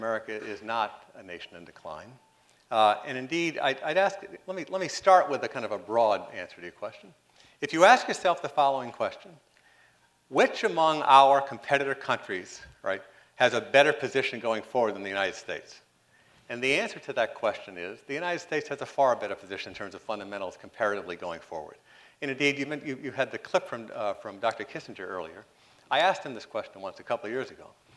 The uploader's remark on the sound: responded to questions from the audience